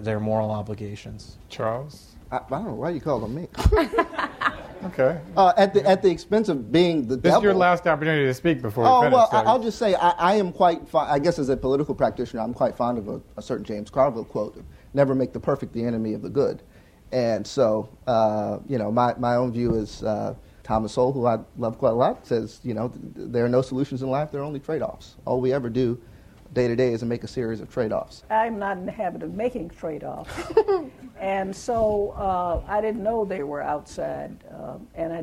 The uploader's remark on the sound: The Ash Center for Democratic Governance hosted a conference titled Race and Justice in the Age of Obama. This podcast is a recording of the panel.